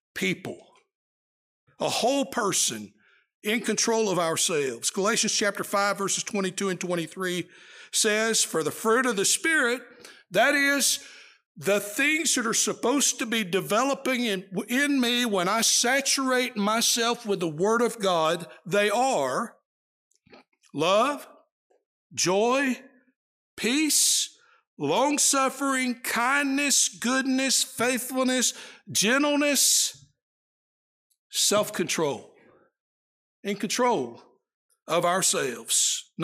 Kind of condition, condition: setting, large echoing room